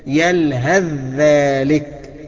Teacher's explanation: الثاء تضغم في الذال وما تنطقش بثاء خالص ولكن انطق بذال كده